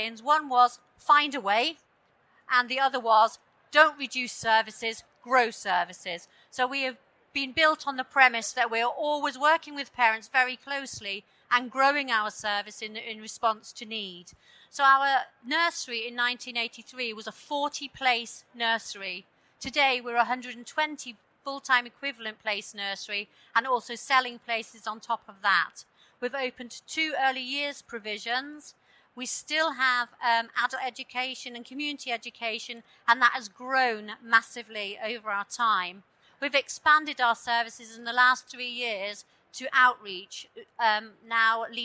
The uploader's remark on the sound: This session was recorded live on 13th November 2019 in the Business & Finance Theatre of the Schools & Academies Show at the NEC in Birmingham.